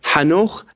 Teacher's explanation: المفاجأة الأولى أن أخنوخ اللي هي بالعبرية حنوخ، تكتب حنوك والكاف تنطق خاء هنا لأنها في آخر الكلمة